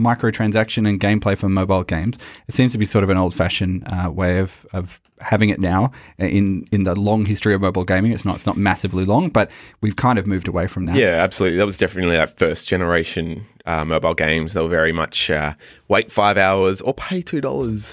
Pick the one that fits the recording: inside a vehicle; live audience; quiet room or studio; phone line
quiet room or studio